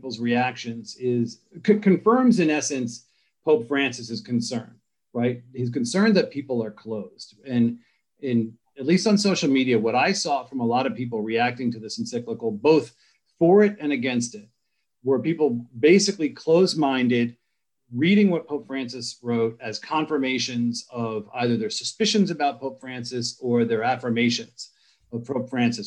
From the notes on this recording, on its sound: An online panel discussion